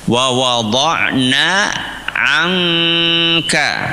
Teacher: Karena ketemu sama huruf kaf dan kaf tempatnya di tenggorokan, menyesuaikan dengan huruf sesudahnya. · Term: ikhfa